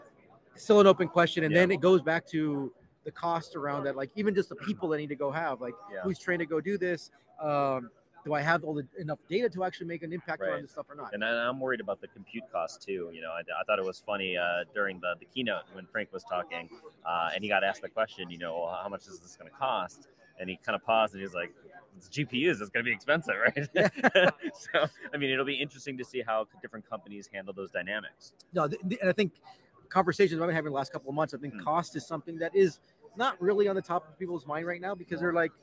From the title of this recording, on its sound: Live from Snowflake Summit 2023 in Las Vegas